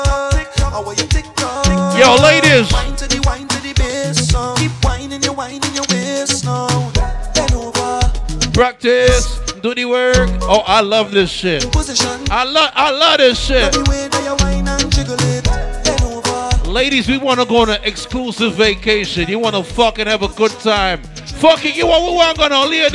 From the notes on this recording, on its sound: Live From FAYAH SUNDAYS